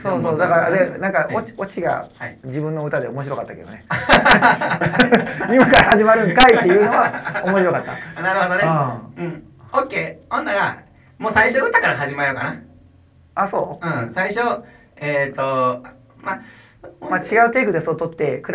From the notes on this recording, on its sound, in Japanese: 音声悪。笑い声あり。